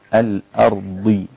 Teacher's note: هي بتبقى في أدنى مراتب التفخيم ولكنها لا زالت ضادا